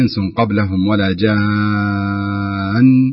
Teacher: هذا المد يمد لازم، يمد ست حركات